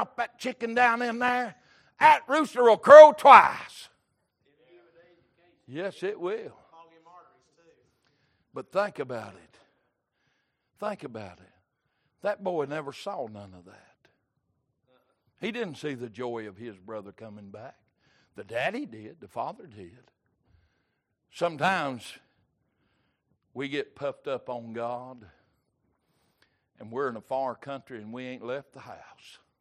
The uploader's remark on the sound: Sunday Evening Service